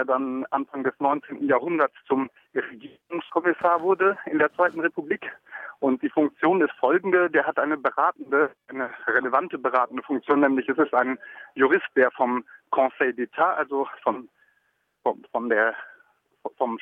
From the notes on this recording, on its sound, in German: In den letzten Minuten des Mittagsmagazins spontan am Telefon.